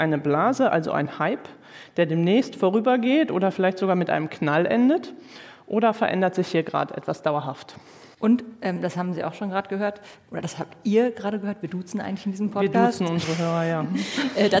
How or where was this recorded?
live audience